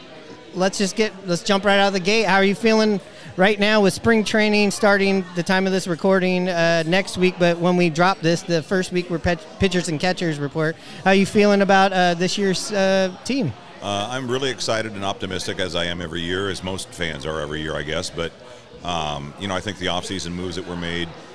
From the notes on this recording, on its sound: Recorded at Murphy's Pub on 45th in Wallingford!